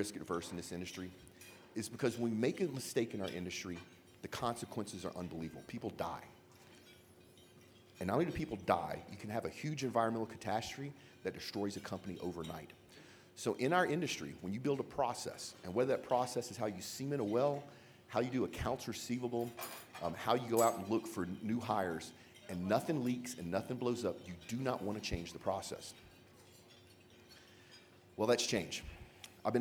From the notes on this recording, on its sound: Live! from the Geoconvention Keynote. We are Live from 2017 Geoconvention in Calgary.